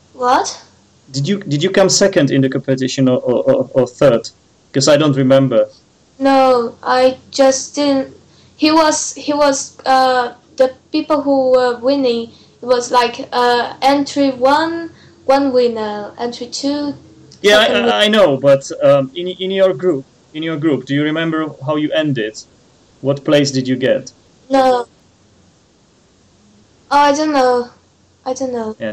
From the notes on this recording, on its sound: called on skype